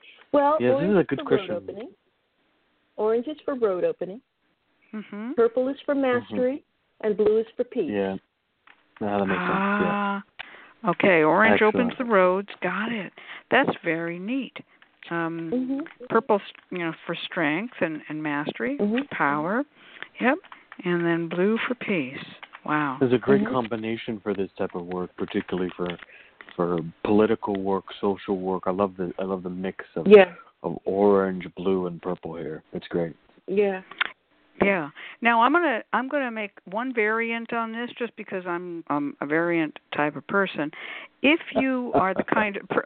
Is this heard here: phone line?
yes